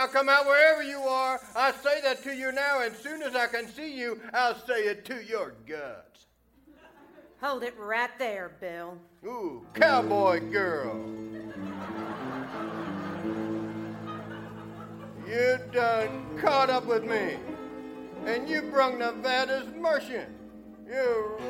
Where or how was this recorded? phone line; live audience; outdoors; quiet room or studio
live audience